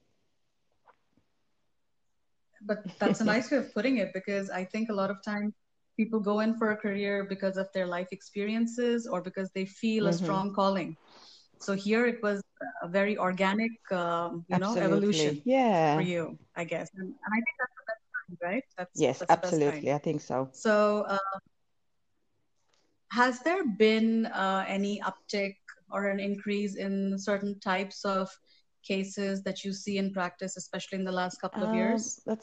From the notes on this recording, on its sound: It's a bit glitchy due to some time lags in our conversation.